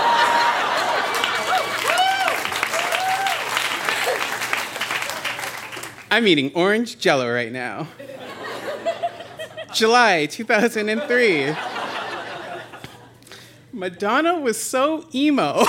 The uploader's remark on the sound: Recorded live at the Tranzac Club in Toronto.